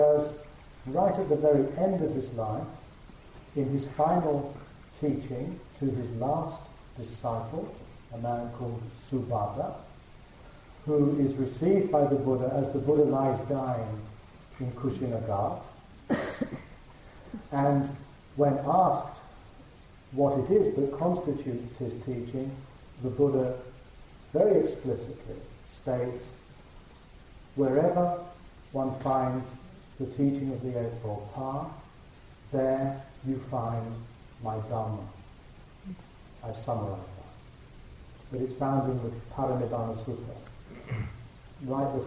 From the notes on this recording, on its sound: The quality of the recording of this talk may be improved after 11/15.